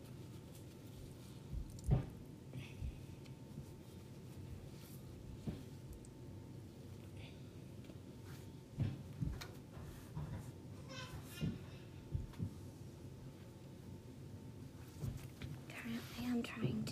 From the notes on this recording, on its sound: A ton of background noice. Magnatile ASMR.